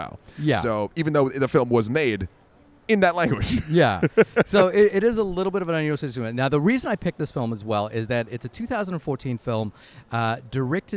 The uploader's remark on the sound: Recorded in a cafe in Bilbao, Spain.